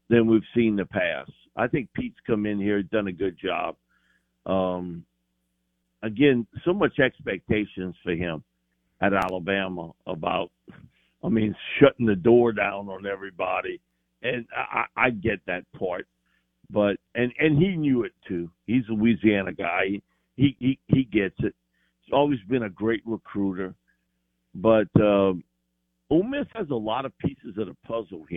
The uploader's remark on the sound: Joins the show on the Farm Bureau guest line talking about college football live in the BankPlus Studio.